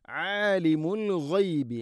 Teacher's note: ആലിം ഐൻ തൊണ്ടയുടെ മധ്യഭാഗം. ആലിമുൽ ഗൈബി അൽ ഗൈബ് ഗൈൻ, ആലിമുൽ ഗൈബി ഗൈൻ തൊണ്ടയുടെ മുകൾ ഭാഗമാണ്.